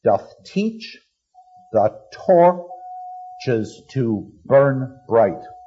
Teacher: We have a little Pyrrhic foot there, two unaccented syllables. The line ends with the spondee, double accent.